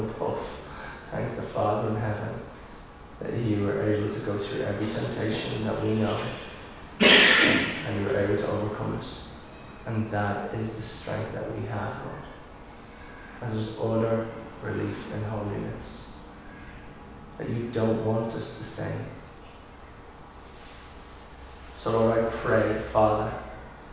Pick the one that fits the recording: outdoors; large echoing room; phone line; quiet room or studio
large echoing room